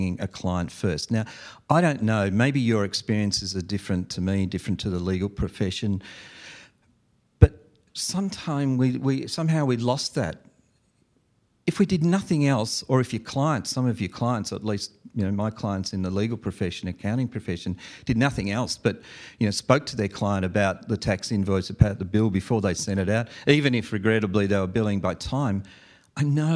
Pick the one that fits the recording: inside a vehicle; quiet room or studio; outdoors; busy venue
busy venue